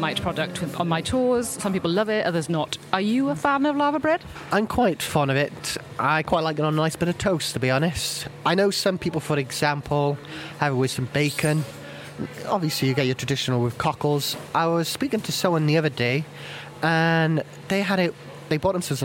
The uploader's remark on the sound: I’m in in Cardiff Market for this episode, visiting two of our food tour venues – Ashton’s Fishmongers and Market Deli.